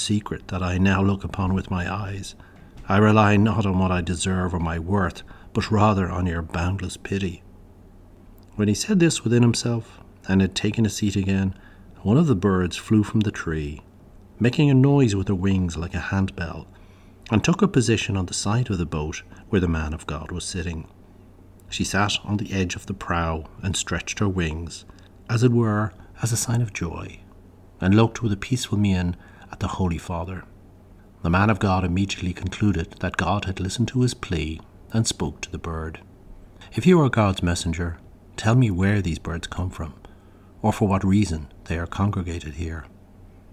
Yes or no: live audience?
no